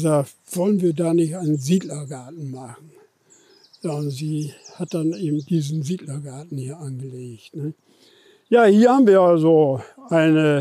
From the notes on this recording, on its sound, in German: Live-Streifzug durch das Areal von Deutschlands längster Fehnkolonie. Uns beim Talk auf der Von-Velen-Anlage den Papenburger Wind um die Nase wehen.